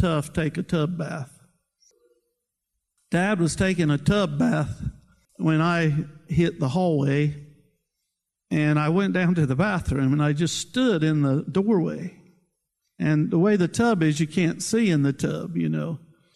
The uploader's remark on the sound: preached at Seashore church of the Nazarene in Cape May, New Jersey